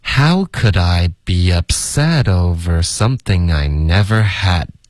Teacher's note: Upset 跟 over 也得连读